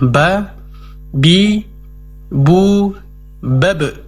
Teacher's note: Dikuatkan sifat qalqalahnya, yaitu dipantulkan cara membacanya.